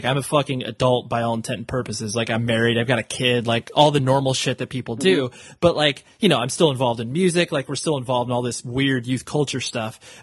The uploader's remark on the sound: he was kind enough to hop on the phone with me while on break at school